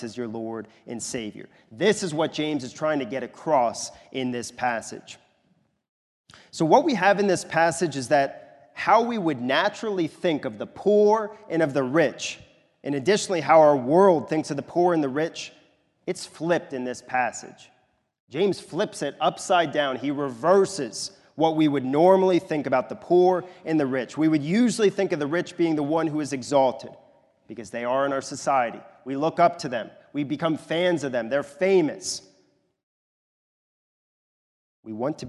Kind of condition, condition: setting, large echoing room